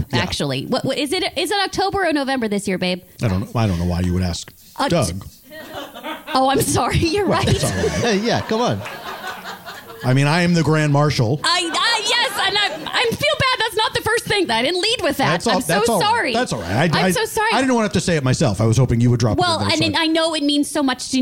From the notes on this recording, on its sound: Perform the show LIVE at The Dynasty Typewriter. Travel to Los Angeles to perform the show LIVE at The Dynasty Typewriter.